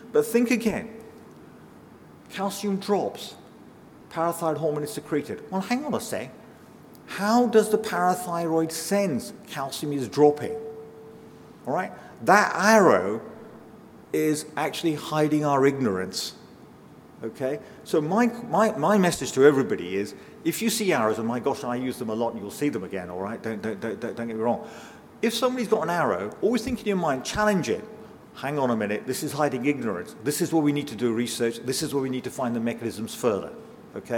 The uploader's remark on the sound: delivers a lecture in the 21st Century Medicine series of public lectures